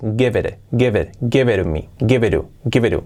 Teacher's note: Sí, la T pasa a ser como una R suave, give it to me, cuando está entre vocales.